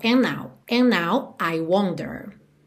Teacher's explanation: como eu já estava juntando esses and na próxima palavra com N, agora fica um N só